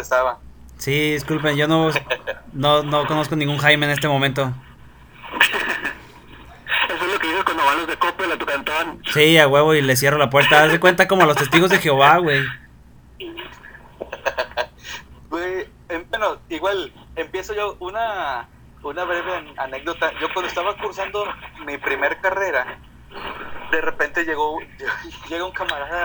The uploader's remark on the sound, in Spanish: Disculpen la calidad del audio, somos pobres y de familia numerosa.